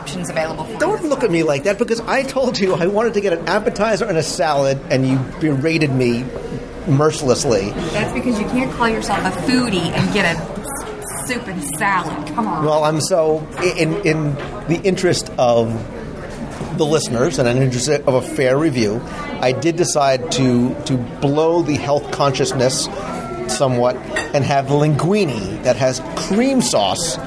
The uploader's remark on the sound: One of just a few Walt Disney World restaurants that offers year-round outdoor dining, it overlooks the Lake Buena Vista golf course and it's casual atmosphere reflects the resort's equestrian theme. Inside the restaurant for a live review of the ambiance.